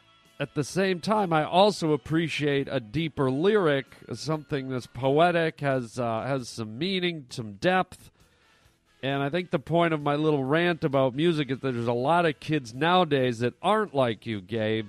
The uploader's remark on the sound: Phone calls from YOU guys, the Pavement Pounders! Today we play a bunch of great phone messages from some of our listeners.